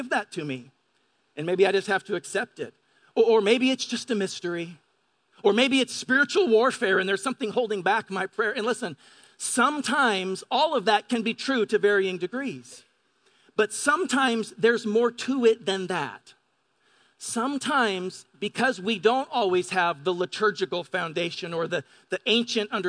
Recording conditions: large echoing room